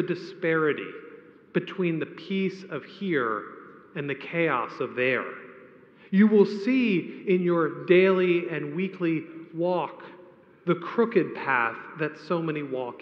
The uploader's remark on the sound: A homily preached on the Second Sunday of Advent